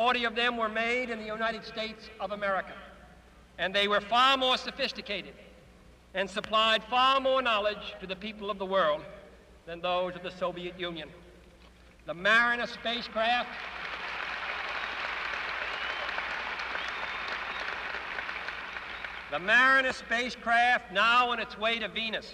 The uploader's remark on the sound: At Rice University. A large crowd gathered at Rice Stadium in Houston, Texas.